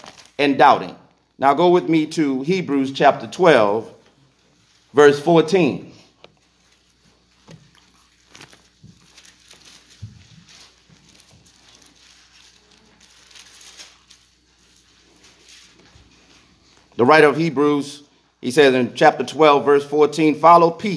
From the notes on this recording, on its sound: Recorded in the sanctuary of Truevine Missionary Church of Hahnville, Louisiana